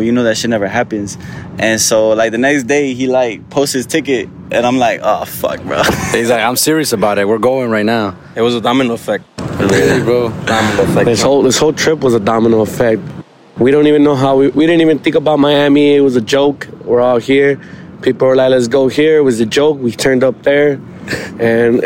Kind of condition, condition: setting, outdoors